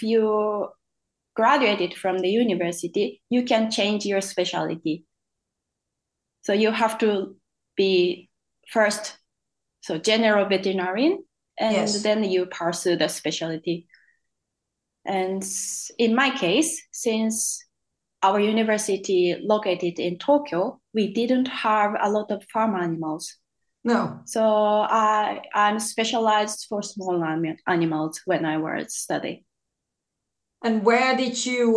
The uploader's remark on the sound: Today a podcast via a ZOOM Call